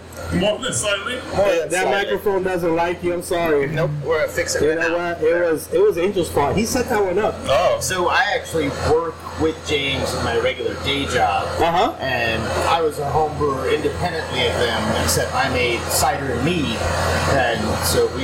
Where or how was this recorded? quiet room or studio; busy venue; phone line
busy venue